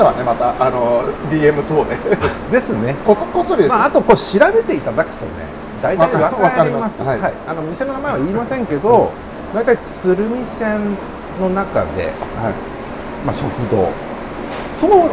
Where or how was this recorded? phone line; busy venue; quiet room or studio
busy venue